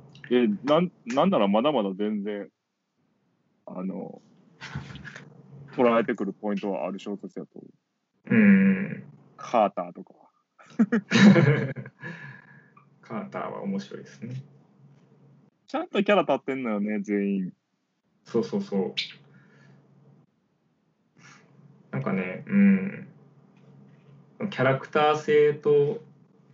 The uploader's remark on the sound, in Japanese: かわいい文鳥の鳴き声がはいっています。Skypeによる収録のため、音声の悪い箇所がありますがご容赦ください。